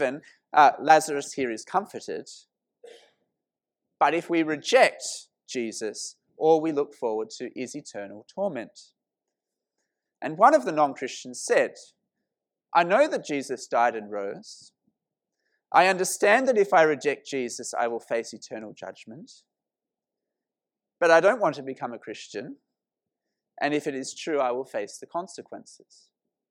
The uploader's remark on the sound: This sermon was preached at St Mary's Cathedral, KL on 2nd September 2018.